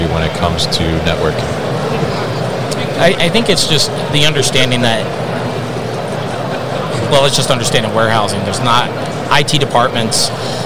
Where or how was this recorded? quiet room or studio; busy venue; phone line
busy venue